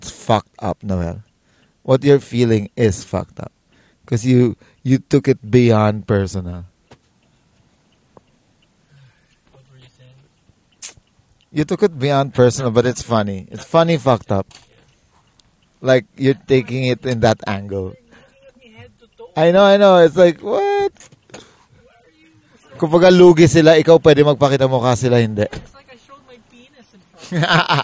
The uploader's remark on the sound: This was recorded in the car on the way and back.